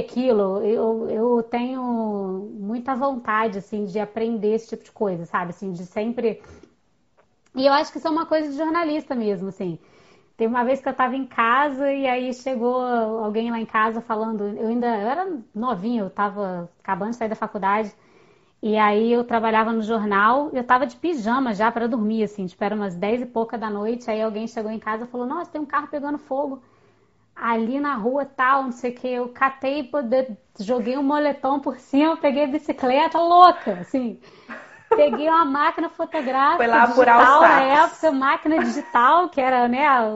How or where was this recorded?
video call